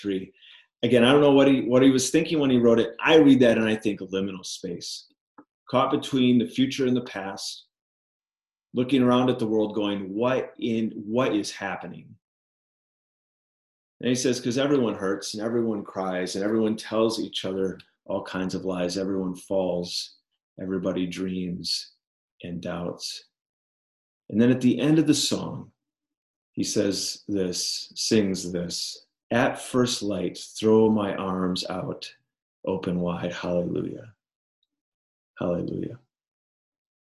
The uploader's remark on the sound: Liminal Spaces Recording of Zoom Meeting from May 5th 2020